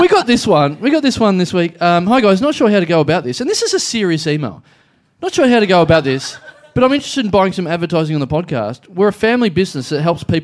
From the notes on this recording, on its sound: Recorded LIVE at The European Bier Cafe